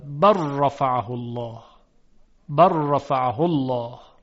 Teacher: در اینجا لام در را ادغام می‌شود